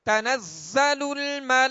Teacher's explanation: تنزل الملائكة والروح فيها بإذن ربهم تنزل زا کو سختی کے ساتھ پڑھیں گے تنزل الملائکہ یہاں لام کے اوپر جو کھڑا زبر ہے اور اس کے بعد حمزہ اسی کلمے میں ہے لہذا مد کون سی ہوگی مد متصل ہوگا لہذا اس کو کھینچ کر پڑھیں گے